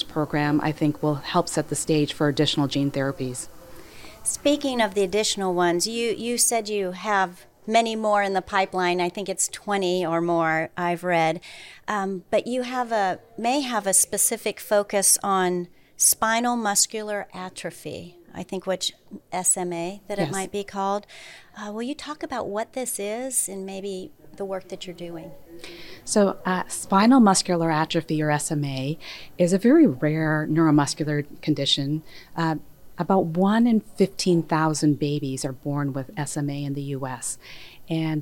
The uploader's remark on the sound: Recorded at NC Life Sciences Organization’s Annual Meeting